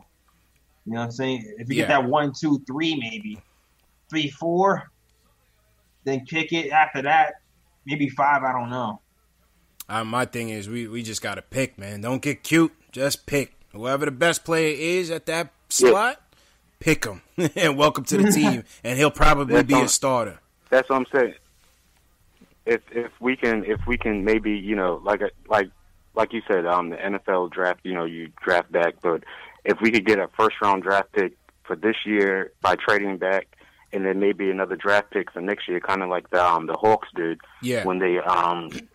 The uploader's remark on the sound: Knicks vs. Warriors Post Game Live Reaction and Fan Phone. Take live phone calls from fans around the world.